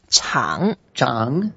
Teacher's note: 长 is the third tone. So we go down a bit and then up.